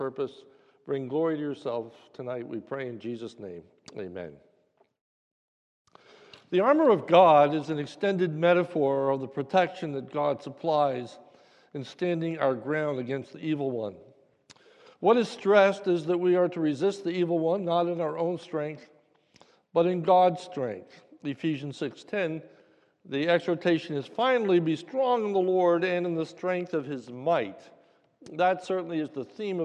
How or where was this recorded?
large echoing room